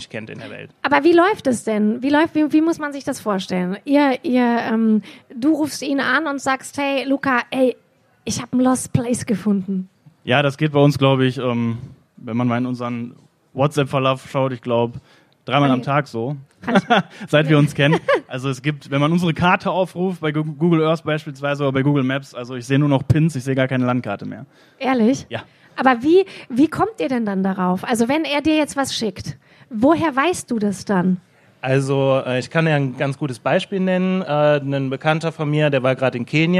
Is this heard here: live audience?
yes